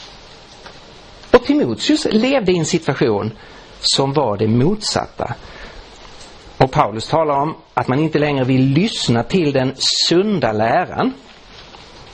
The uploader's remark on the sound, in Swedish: Inspelad i på Langham Traning: Principles of Exposition i Roseniuskyrkan i Stockholm 2015-03-03.